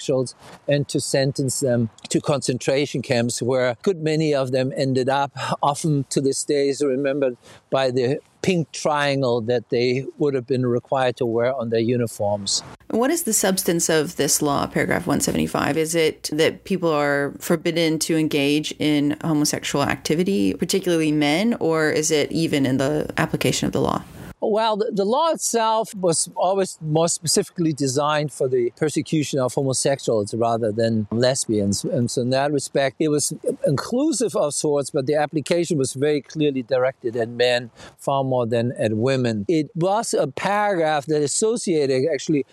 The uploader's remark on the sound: Walking tour of three memorials in Berlin. This auditory experience captures the sound of the present-day cityscape with its traffic and tourist chatter.